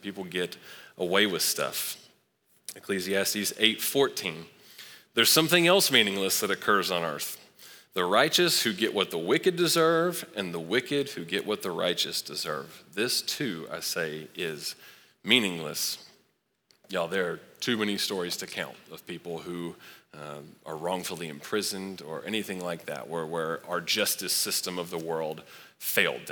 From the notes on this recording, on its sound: Recorded live at Long Hollow Church on March 7, 2023.